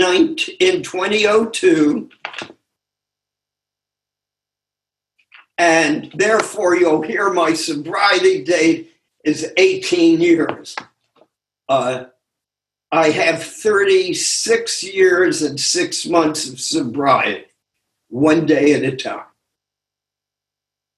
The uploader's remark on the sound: took us on a zoom journey